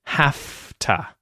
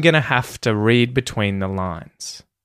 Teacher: The interesting thing with have to, when these join together, you will notice that the V sound, the voiced V sound, becomes an F sound, an unvoiced F sound.